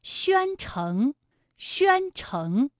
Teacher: 宣城的宣字就是一个前鼻音，有前鼻韵母渊，城是后鼻音，有后鼻韵母嗯